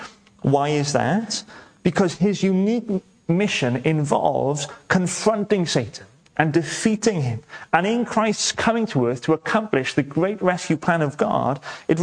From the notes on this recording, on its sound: welcome to Bethel Evangelical Church in Gorseinon